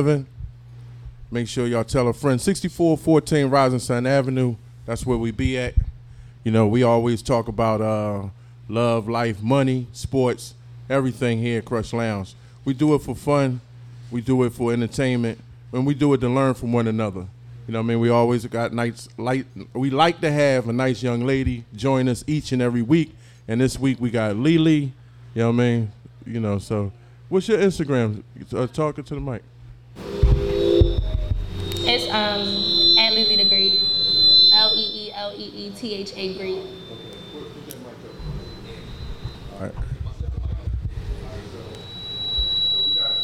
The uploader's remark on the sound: Live from Krush Lounge in Philadelphia PA!